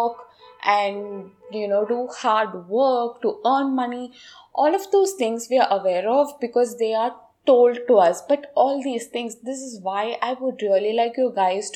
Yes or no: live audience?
no